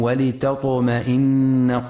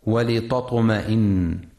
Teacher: ينتبه القارئ في كلمة ولتطمئن لترقيق التاء وعدم تفخيمها · Shown in: first take · فهي من حروف الاستفال، فلا يقرأ ولتطمئن.